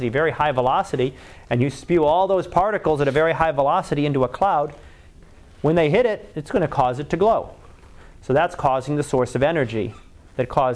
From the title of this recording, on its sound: Live Class Lecture